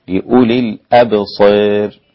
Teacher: أمالها الإمام أبو عمرو والدوري عن الكسائي وقللها ورش · Term: بالإمالة